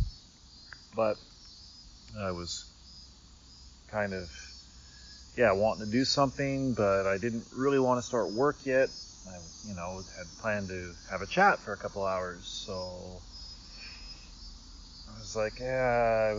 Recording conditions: sounds in the background